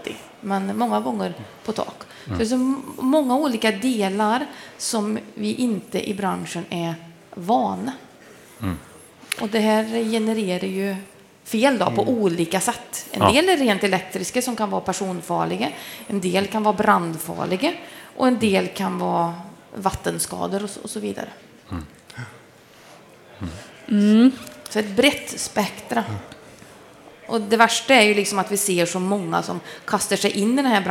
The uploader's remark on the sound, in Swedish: Elinstallapodden Live från Elfack